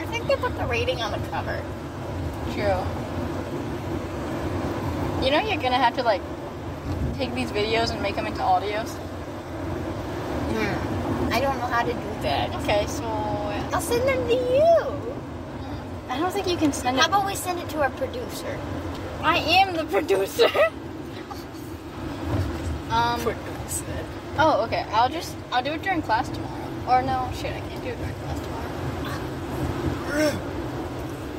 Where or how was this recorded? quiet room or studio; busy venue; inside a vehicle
inside a vehicle